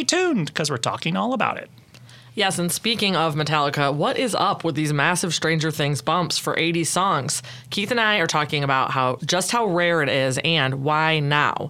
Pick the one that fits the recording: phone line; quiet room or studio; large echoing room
quiet room or studio